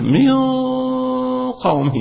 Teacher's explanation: وأيضا مع الإخفاء بنعمل تفخيم للغنة